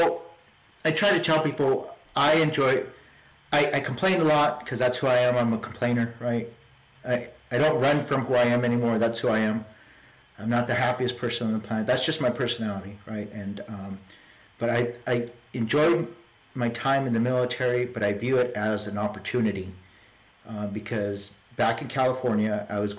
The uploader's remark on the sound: My apologies for the sound quality, I'm am self-teaching on how to edit the audio.